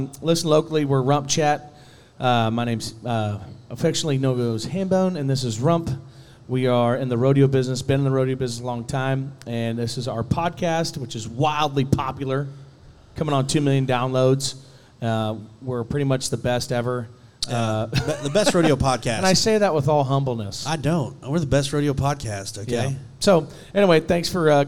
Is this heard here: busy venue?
yes